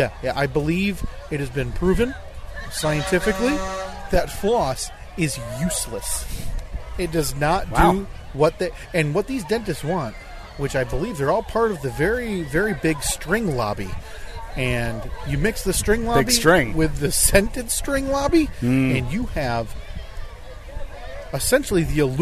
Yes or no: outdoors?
yes